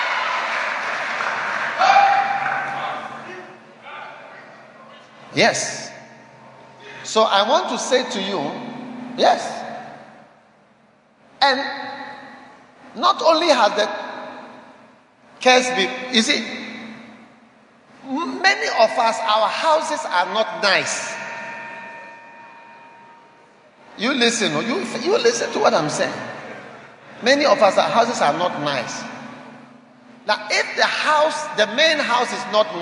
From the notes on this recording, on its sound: Preached at Holy Hill Chapel, Accra.